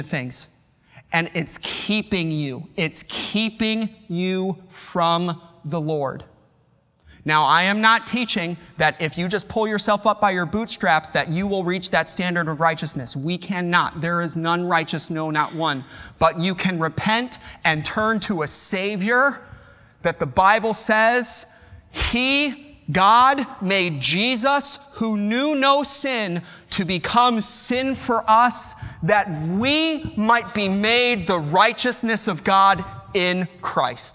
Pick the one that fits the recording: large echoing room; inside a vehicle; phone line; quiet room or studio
large echoing room